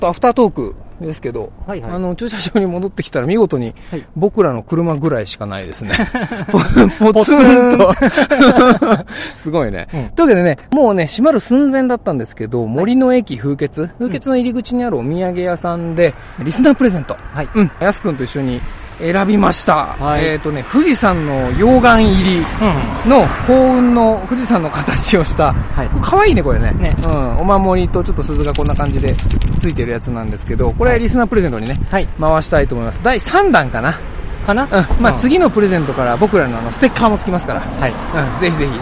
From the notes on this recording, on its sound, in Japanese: 古くからさまざまな噂の絶えない青木ヶ原樹海に行きました。富岳風穴から鳴沢氷穴を結ぶ自然道を歩きながらの現地リポート。